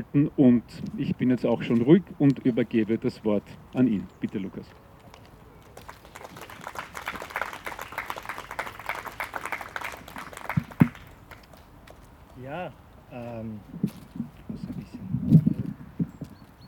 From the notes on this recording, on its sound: O-Ton Nie wieder Gleichschritt – Deserteursgedenken. Im Wiener Donaupark.